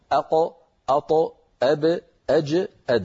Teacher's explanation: هذه الخمسة عند سكونها كانت العرب تنطقها مهتزة · Term: القلقلة